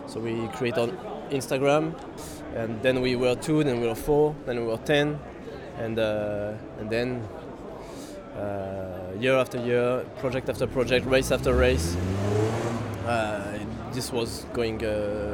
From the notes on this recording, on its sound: I headed to Paris on the eve of the Paris marathon. At an evening training session at the track.